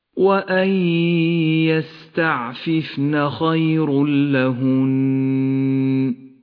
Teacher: والآن الإدغام بلا غنة في قوله تعالى خير لهن، التنوين وبعده حرف اللام، يسقط التنوين من اللفظ ولذلك هو رمادي اللون، وأما اللام التي بعده فتشدد